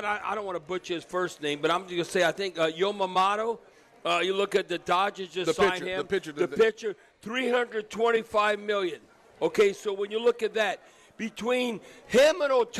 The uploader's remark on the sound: broadcasting LIVE at Rouses in Covington